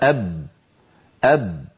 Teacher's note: فالباء شديدة يعني لا يجري الصوت معها، مجهورة يعني لا يجري النفس معها